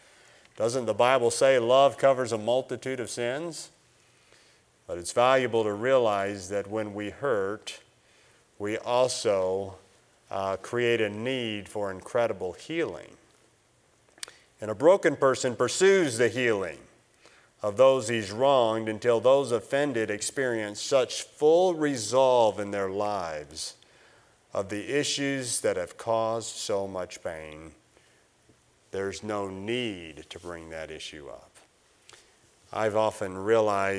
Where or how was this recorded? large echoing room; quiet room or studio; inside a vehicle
large echoing room